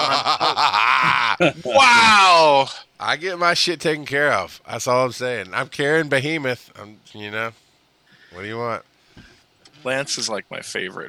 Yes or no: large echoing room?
no